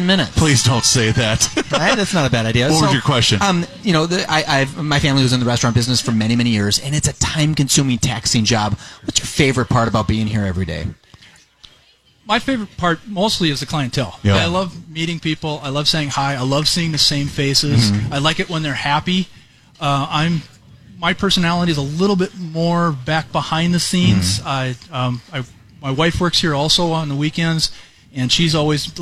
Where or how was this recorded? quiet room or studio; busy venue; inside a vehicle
busy venue